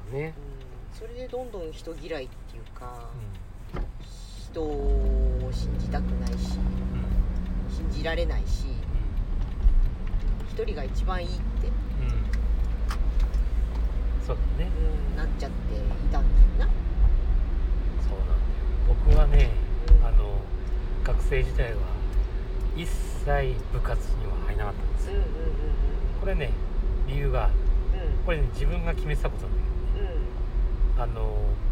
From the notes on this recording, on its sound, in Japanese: 今夜は移動中収録です 最後バックのピーピー音入ってすみません。移動型教室WAFF》。